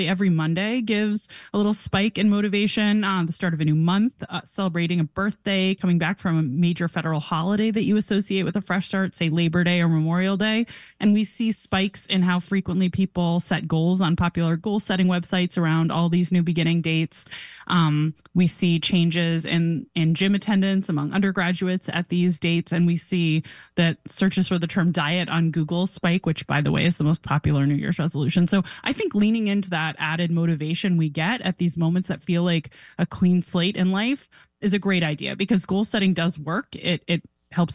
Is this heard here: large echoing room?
no